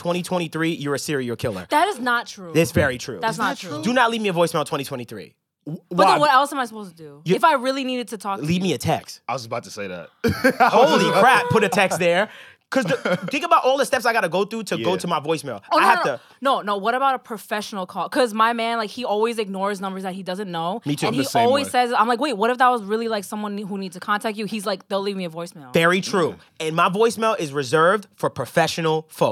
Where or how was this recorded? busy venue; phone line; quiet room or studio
quiet room or studio